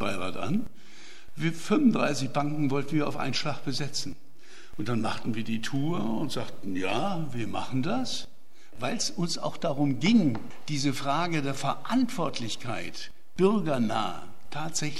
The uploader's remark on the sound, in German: Mitschnitt des Referats